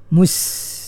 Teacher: Mus sin ya, pastikan sin disebut dengan tepat ya. Dia kena keluarkan bunyi unggas